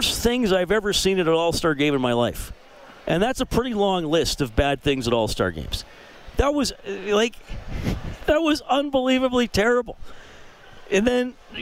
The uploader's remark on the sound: live at West Edmonton Mall for the Oilers Open Practice and Autograph Session.